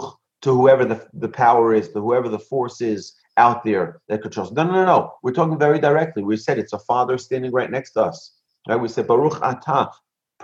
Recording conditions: video call